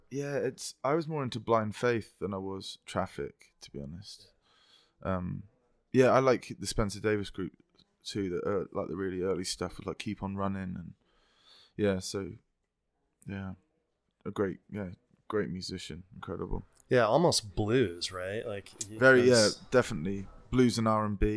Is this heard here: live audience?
no